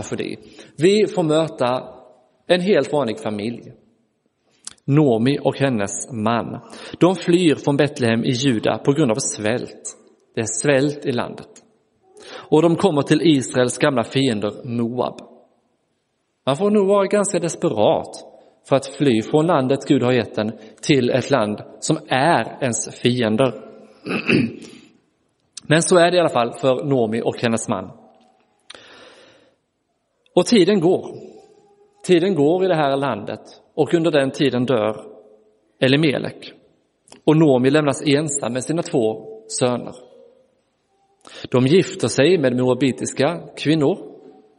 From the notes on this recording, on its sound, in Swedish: Inspelad i Roseniuskyrkan.